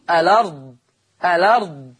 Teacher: شيلوا الهمزة وحطوا الحركة على اللام · Term: النقل